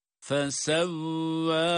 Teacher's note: Meddi tabiiler, birer elif miktarı uzatılıyor